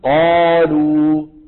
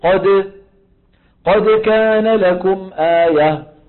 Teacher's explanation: المفتوح اللي بعده ألف، الألف تترك مجالا أكثر للحرف حتى يتفخم · Shown in: first take · يعني لما منقول قالوا، انظروا إلى فمي، قالوا الألف هذه اللي جاي بعد القاف عم تترك مجال أكثر للقاف حتى إيه؟